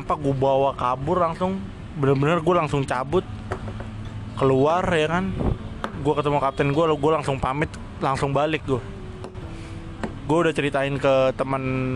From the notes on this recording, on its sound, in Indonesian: Gudang hotel. Enjoyy nihh suara napas kedekatan sama suara knalpot motor wkwkwk, minggu depan gue beli mic.